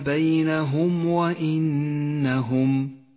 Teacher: تكون الميم الساكنة أشد إظهارا إذا جاء بعدها حرف الواو تظهر من غير غنة أو تشديد · Term: الإظهار الشفوي